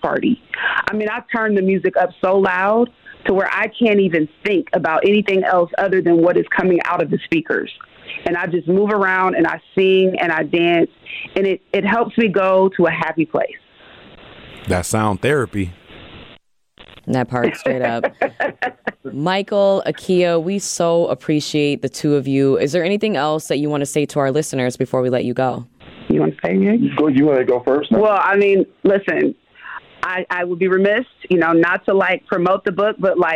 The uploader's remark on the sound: call in to MKE in the Morning